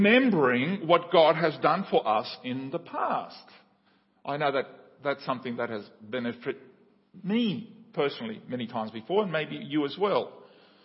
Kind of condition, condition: setting, large echoing room